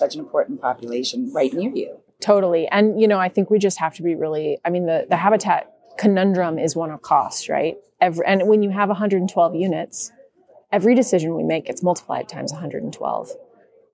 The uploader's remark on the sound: Special bonus episode recorded at the PhiusCon 2023. The Passive House Podcast at the Passive House Network Conference.